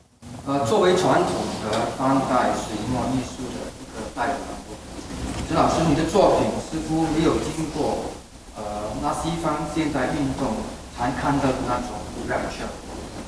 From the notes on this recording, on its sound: It was recorded live in October 2018 at National Gallery Singapore .